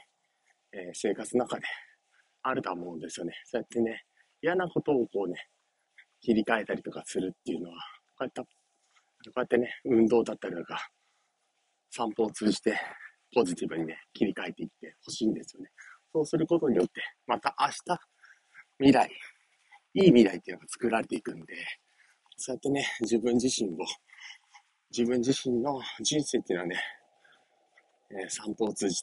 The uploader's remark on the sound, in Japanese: お散歩しながら音声配信